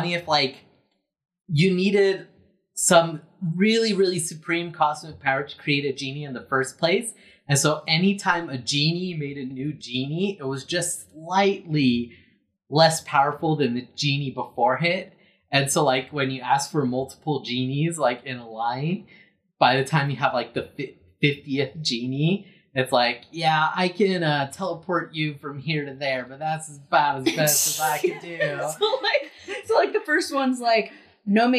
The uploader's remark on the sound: We know the audio is bad.